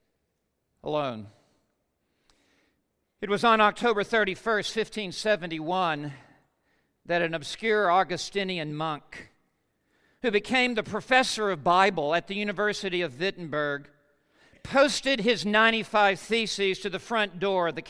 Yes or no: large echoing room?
yes